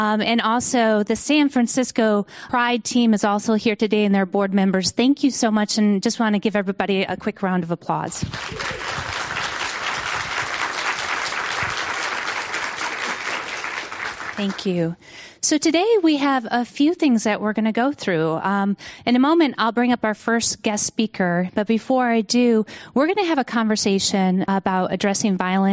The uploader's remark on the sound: This program was recorded in front of a live audience at the Giliad Campus in Foster City, CA on November 14th, 2019